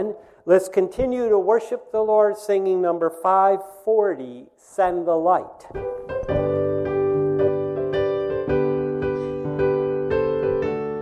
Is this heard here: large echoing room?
yes